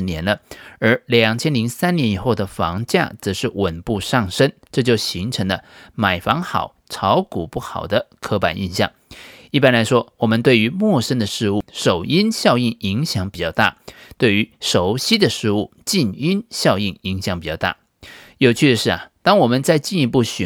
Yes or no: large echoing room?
no